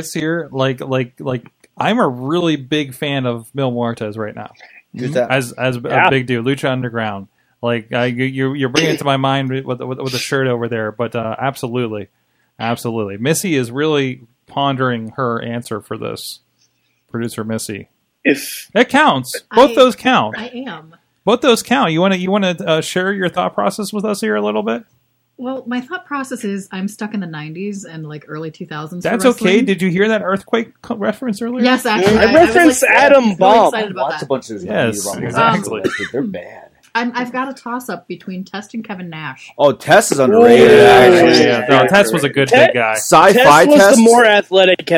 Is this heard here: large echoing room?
no